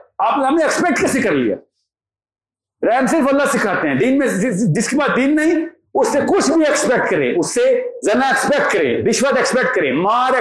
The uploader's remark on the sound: Rawalpindi Meetup hosted by Xtreme Commerce. The audience as always was amazing and fully charged.